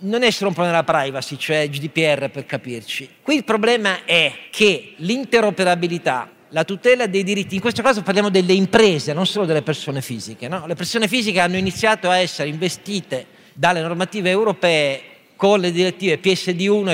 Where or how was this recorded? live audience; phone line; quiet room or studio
live audience